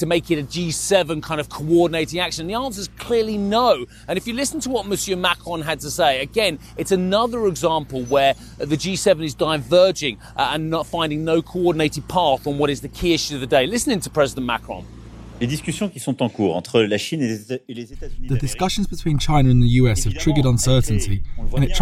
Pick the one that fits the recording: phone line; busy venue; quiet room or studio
busy venue